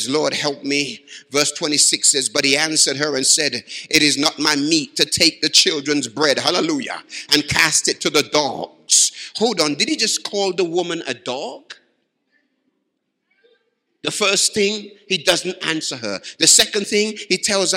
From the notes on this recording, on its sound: Live from Baraton University Church 2018.